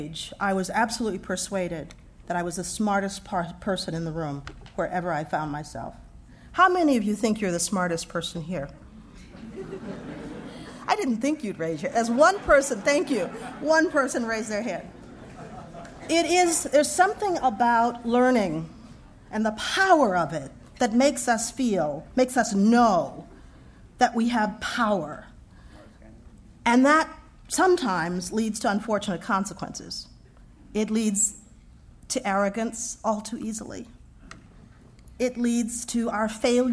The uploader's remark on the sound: This podcast was recorded at the Academy of Achievement's 2000 gathering in Scottsdale, Arizona. In her address to the Academy.